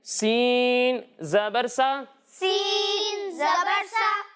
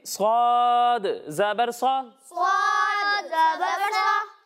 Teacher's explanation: سین کو ہم باریک پڑھیں گے اور صاد کو موٹا کر کے پڑھیں گے